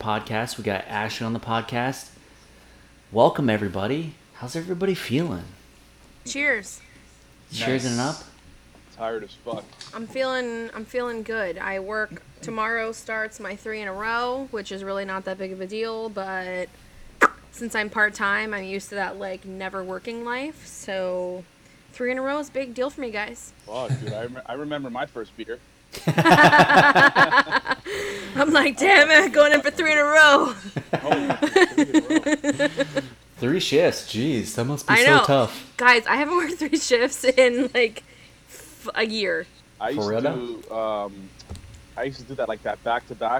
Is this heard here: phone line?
no